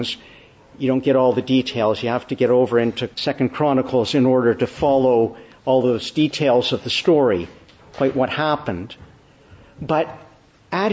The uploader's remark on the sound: Morning Service. Preached in the Annunciation of the Blessed Virgin Mary, Ottawa, on the Third Sunday after Epiphany.